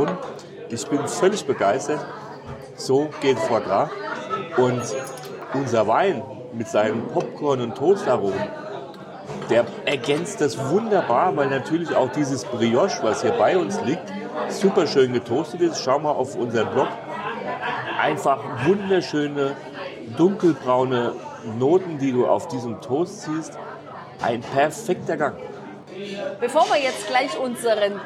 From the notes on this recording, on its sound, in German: Das Lasal in Zamora. Wir haben ein großartiges Fine Dining Tapas Erlebnis dort erleben dürfen und den Podcast live beim Essen gesprochen.